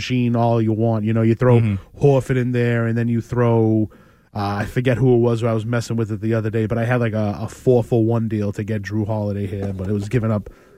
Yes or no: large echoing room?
no